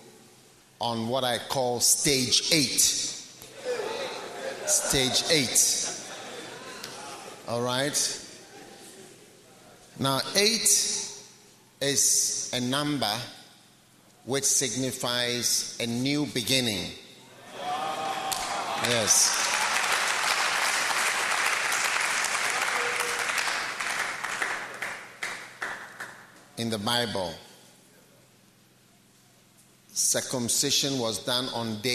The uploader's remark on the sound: Preached at the Nerelugu Pastors‘ Conference